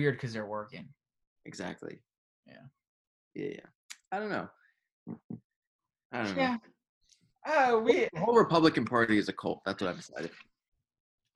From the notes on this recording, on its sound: First college zoom podcast!